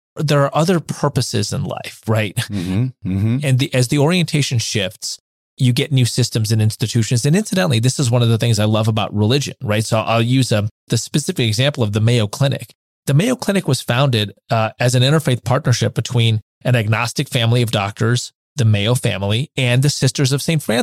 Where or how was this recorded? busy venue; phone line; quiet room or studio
quiet room or studio